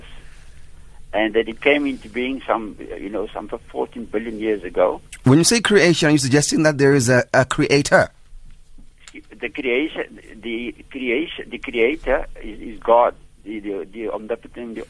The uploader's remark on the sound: Guest on the phone. Guest in studio.